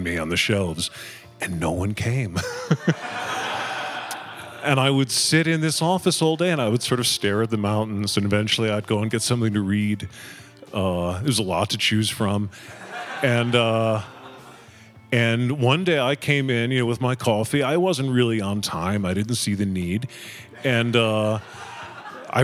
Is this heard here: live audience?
yes